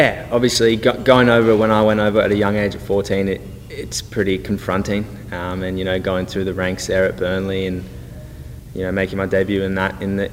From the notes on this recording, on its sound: spoke to the media during his press conference in Dallas